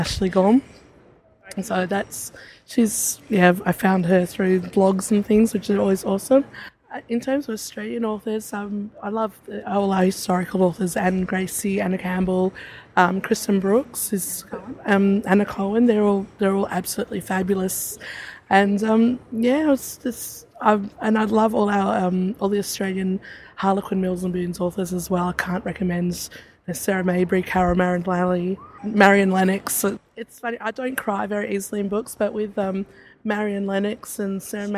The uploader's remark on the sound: hanging out in the festival area with a few readers and a book seller